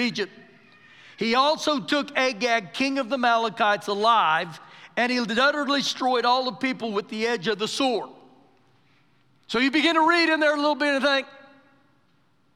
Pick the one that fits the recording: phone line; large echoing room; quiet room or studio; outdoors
large echoing room